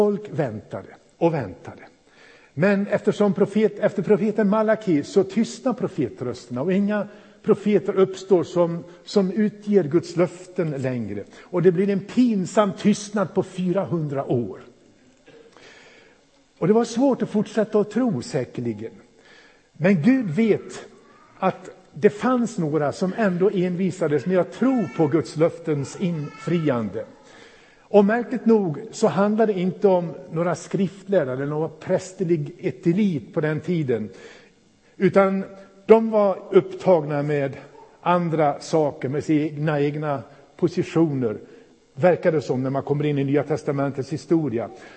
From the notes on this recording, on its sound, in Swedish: Inspelad i Pingstförsamlingen i Mölndal 2017-01-08.